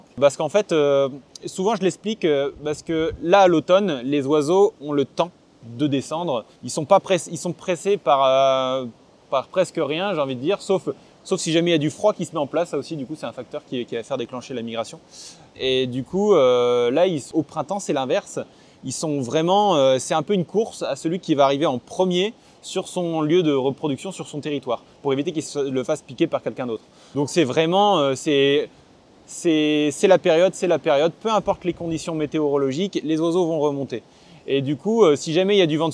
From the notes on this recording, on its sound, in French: Cet épisode a été enregistré le 29 octobre 2023 sur les falaises du Cap Gris Nez, l'un des meilleurs endroits en France pour faire du Seawatch !